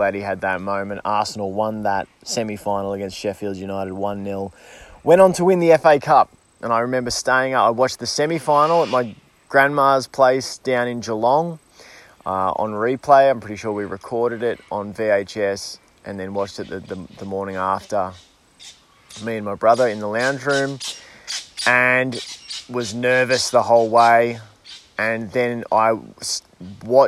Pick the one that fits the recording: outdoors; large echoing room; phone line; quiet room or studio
outdoors